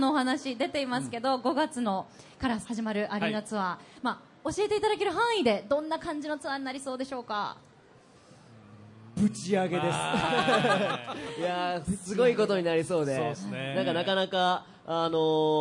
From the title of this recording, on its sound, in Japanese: 大阪・松原市での公開録音